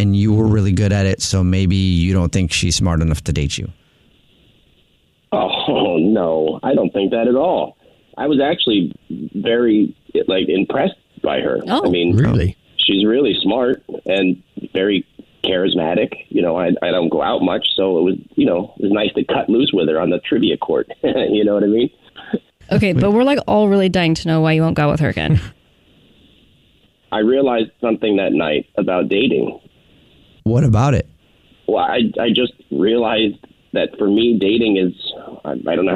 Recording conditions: phone line